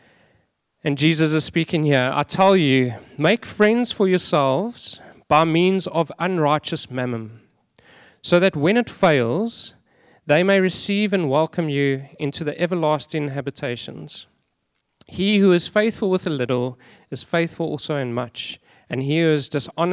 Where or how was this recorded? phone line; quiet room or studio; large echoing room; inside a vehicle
large echoing room